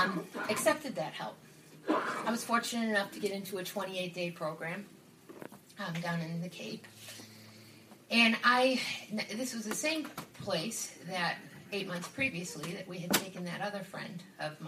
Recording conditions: live audience